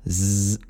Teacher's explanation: If you change that to a Z sound, Z, well, then that is a voiced consonant and you can feel lots of vibration on your throat